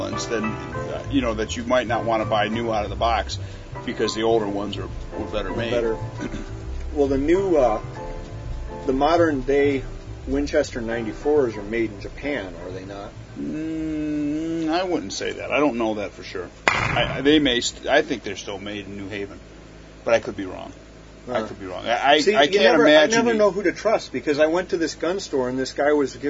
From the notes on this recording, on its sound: Recording from the beach (for realz)